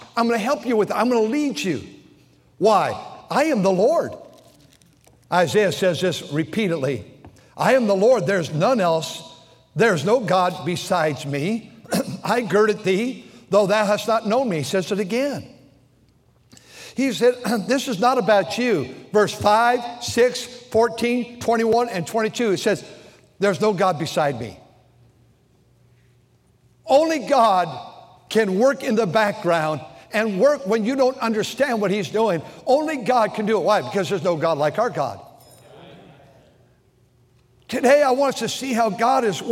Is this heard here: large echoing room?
yes